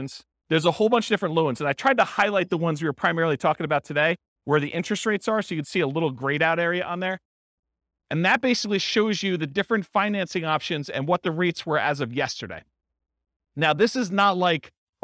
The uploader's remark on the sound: This was a live class recorded